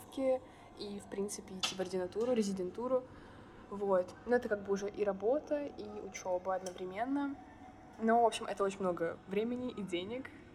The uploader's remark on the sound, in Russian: В этом выпуске не очень хороший звук